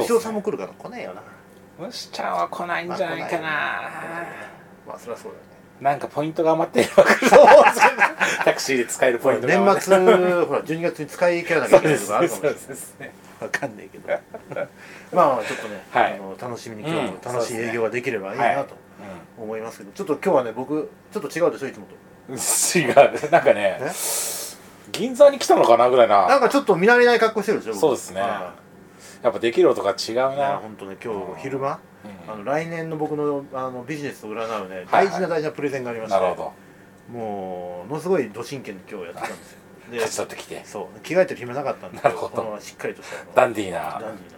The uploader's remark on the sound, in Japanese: 外国人客も増えてSMOCHOらしさが戻って来た！今回の収録は、12月2日に開催したSMOCHO35で開店前から閉店まで断続的に行いました。